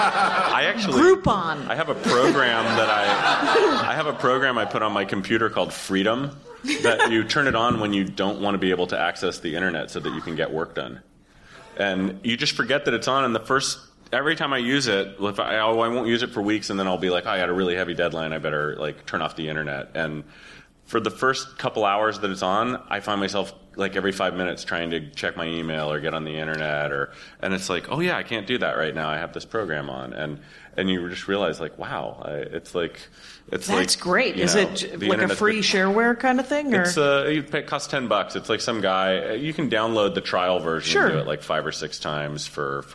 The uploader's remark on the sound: This is the first LIVE Dork Forest. In Seattle, before a live audience.